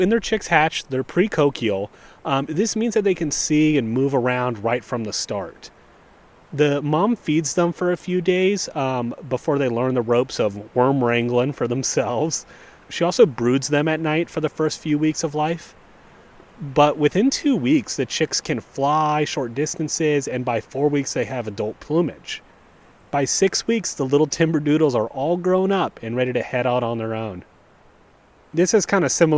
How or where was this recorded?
outdoors